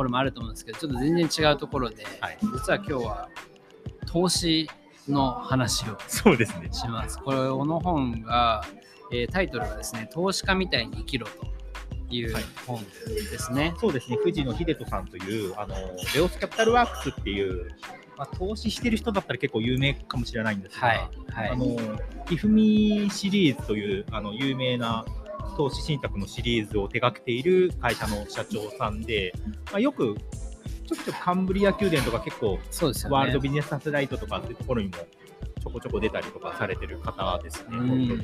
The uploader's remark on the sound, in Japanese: 逗子にある渚橋珈琲で、読書会をやり、その後ラジオ収録してみました